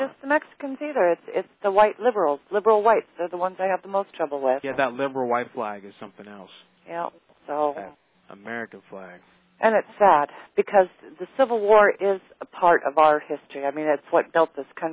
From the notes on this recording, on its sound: Prank Phone Calls